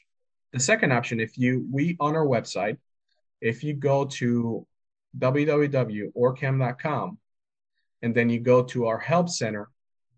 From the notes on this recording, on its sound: This recording from the December 7, 2022 VetTech Weekly Wednesday Webinar series